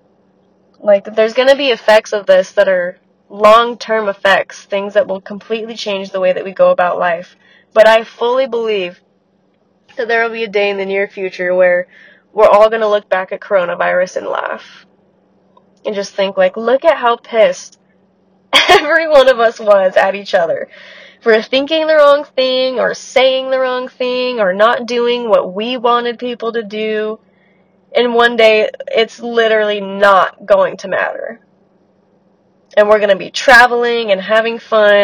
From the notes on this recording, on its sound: warning: scratchy audio + sick stuffy nose voice